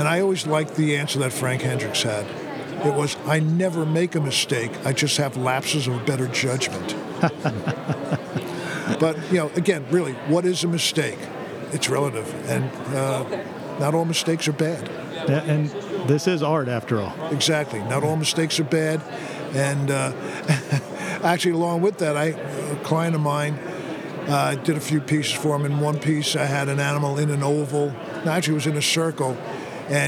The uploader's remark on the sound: This is an informal conversation. Recorded live at the 2023 FEGA convention at the Westgate Hotel in Las Vegas, Nevada.